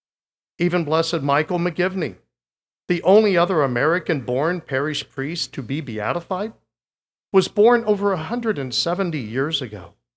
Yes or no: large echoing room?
yes